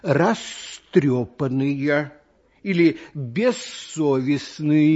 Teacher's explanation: А глухие согласные любят, чтобы перед ними стояли глухие звуки. Звук «з» в любой приставке, как только оказывается по соседству с глухим звуком, сам начинает звучать глухо и превращается в звук «с». Получается, глухой сосед его оглушает.